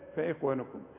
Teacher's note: الخاء مدام قبلها مكسور تميل إلى الترقيق اللي عليها السكون، فإخ خلاف أخ هي عليها السكون بس قبلها مفتوح فتفخم أكثر من كده، إنما دي فإخ و فإخوانكم.